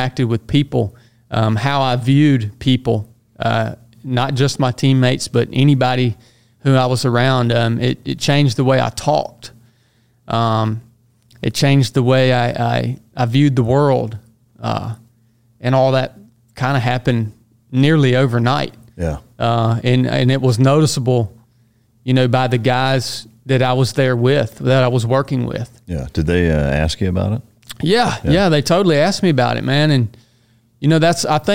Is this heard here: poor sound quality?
no